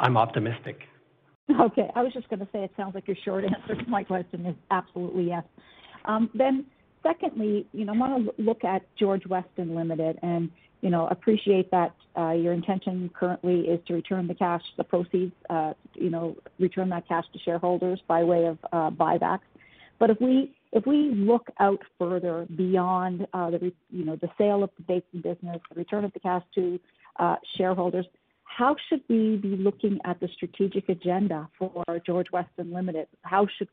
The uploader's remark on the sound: First quarter 2021 earnings call for George Weston Limited.